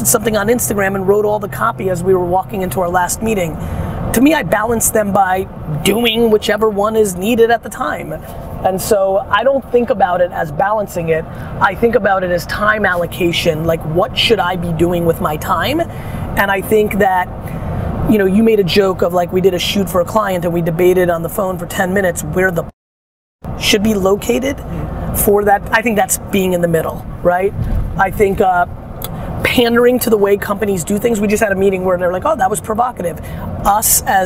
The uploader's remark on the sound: To do a live Q&A in the car while traveling in Boston.